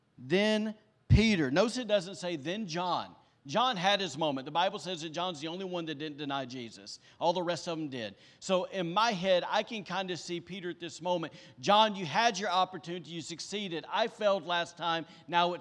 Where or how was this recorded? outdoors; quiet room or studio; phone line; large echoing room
large echoing room